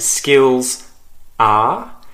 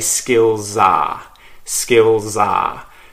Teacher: notice that I bounce the are, the word are, A-R-E, after skills, off of the S at the end of the word skills